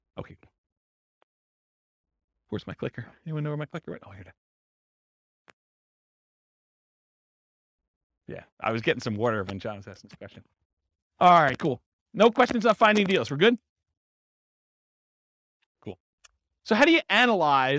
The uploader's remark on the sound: This was a live class recorded